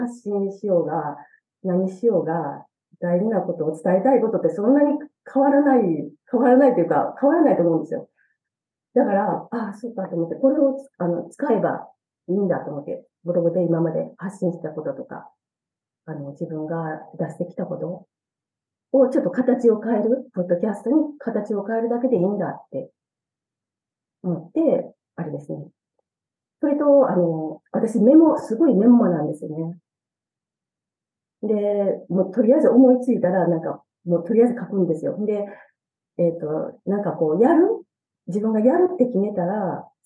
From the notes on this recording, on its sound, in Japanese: JPC９月コーヒーチャットにて収録。ZOOM収録のため音質は良くないです。